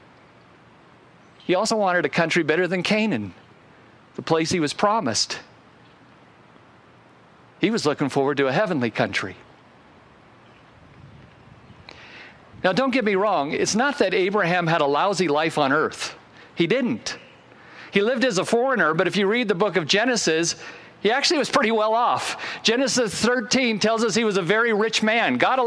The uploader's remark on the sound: Originally recorded outside on Sunday, August 22, 2021.